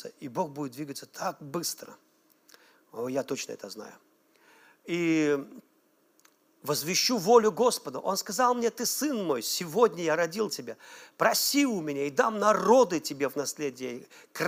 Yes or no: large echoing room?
yes